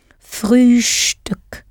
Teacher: pronounce the ST in Frühstück as though it has a sh before the T